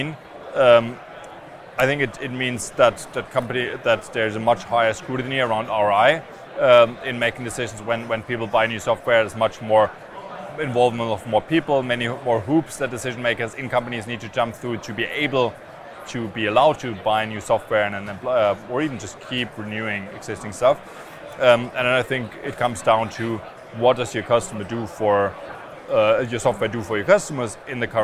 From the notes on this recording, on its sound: Recorded live from the SaaStock 2022 Podcast Stage.